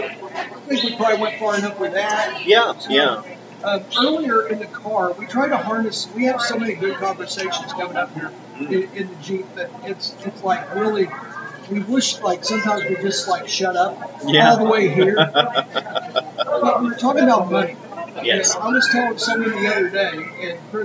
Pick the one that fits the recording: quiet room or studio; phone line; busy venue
busy venue